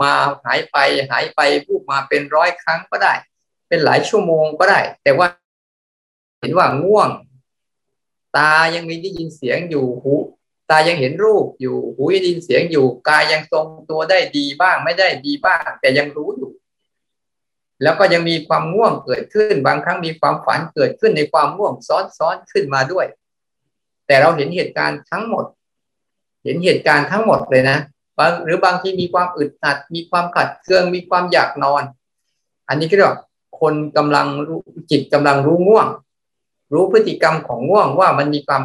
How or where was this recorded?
video call